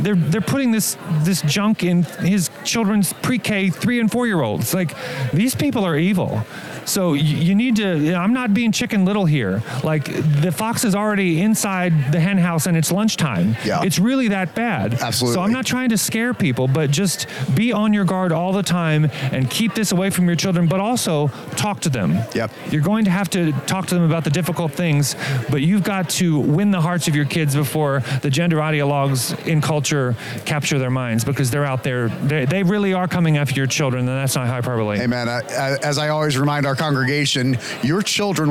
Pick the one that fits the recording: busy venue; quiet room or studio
busy venue